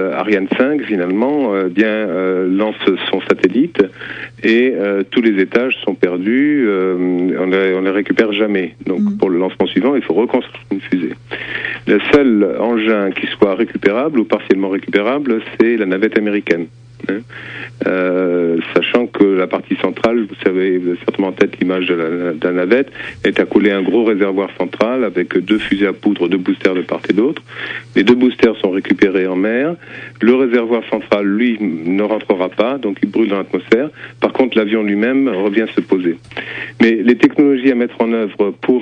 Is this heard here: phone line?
yes